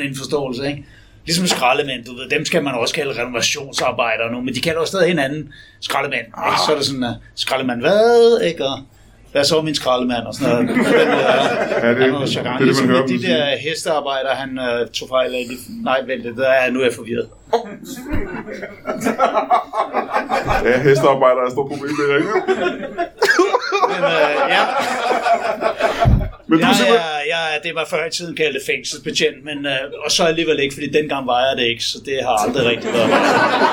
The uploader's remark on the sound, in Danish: LIVE fra Roskilde